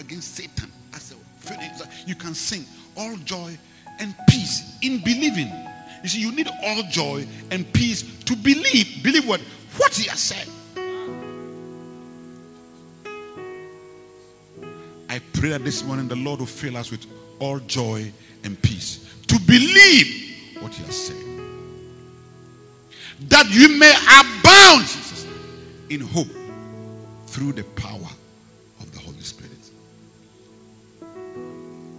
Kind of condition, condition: setting, large echoing room